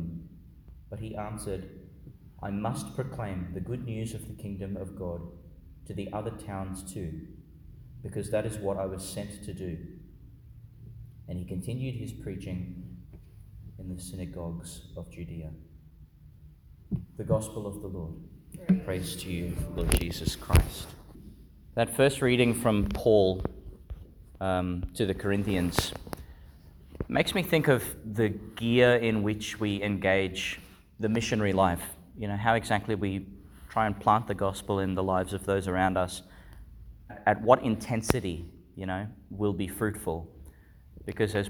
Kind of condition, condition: setting, large echoing room